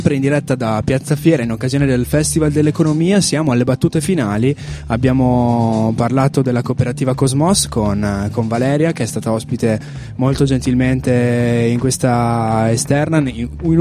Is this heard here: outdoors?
yes